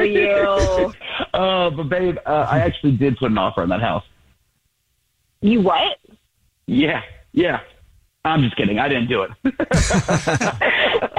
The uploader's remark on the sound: phone prank style